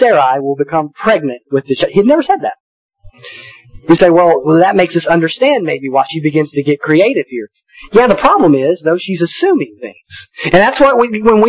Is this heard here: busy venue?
no